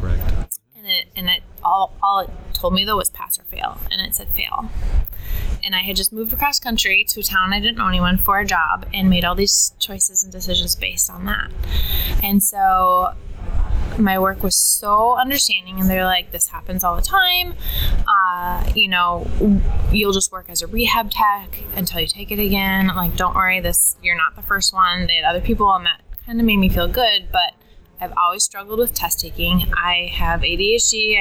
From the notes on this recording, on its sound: while attending Smart Success PT Live in Clearwater Beach, Florida during Memorial Day weekend 2018